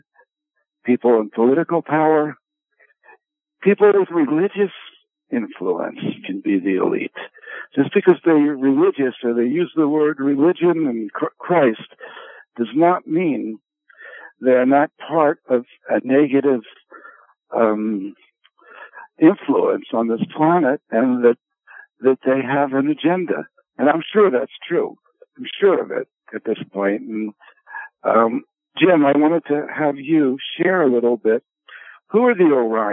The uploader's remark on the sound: Conference Call LIVE, June 27, 2022